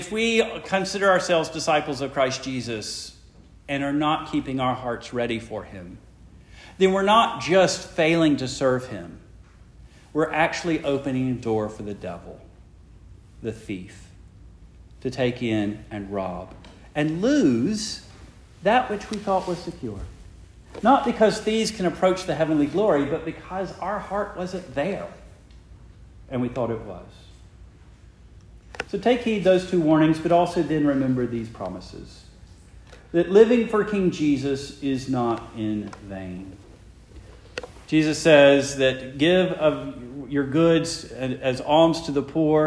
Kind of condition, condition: setting, large echoing room